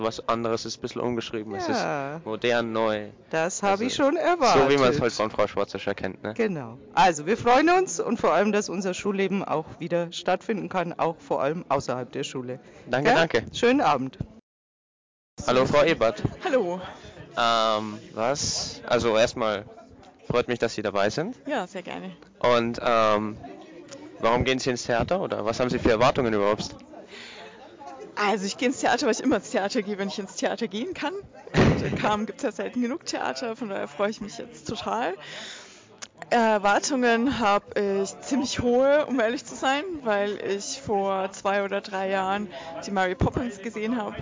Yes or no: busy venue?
yes